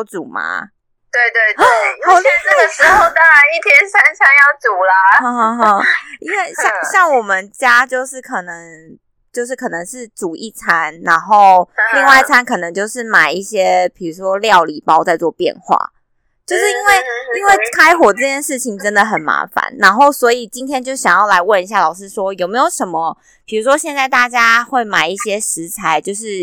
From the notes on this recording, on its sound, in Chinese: 本集音質小不佳